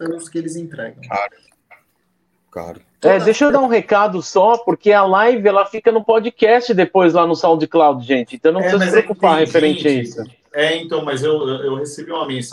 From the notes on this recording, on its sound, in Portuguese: Gravada ao vivo via youtube